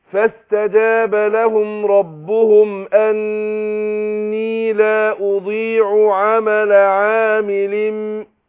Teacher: احنا عندنا النون مشدده هتاخد غنه حركتين، والياء اديها المد الطبيعي بتاعها